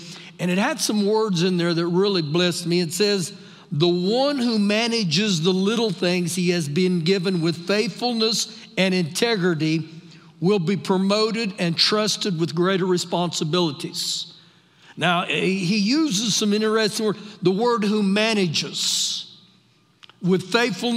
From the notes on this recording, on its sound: Recorded live during our Sunday morning service